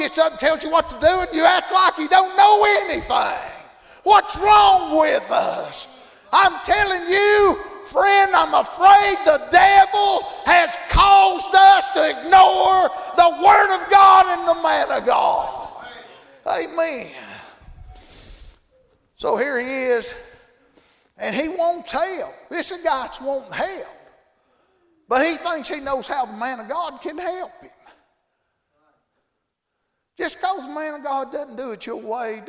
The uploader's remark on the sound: Thursday Evening service at Calvary Baptist.